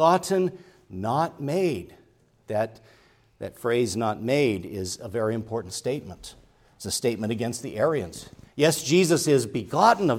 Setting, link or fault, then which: setting, large echoing room